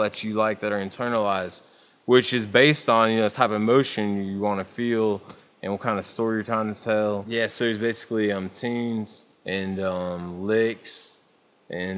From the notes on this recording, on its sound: sat down to speak live at the 2014 Creative Strings Workshop